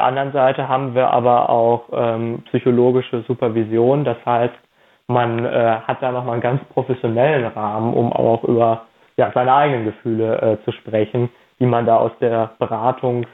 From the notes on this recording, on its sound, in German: Telefoninterview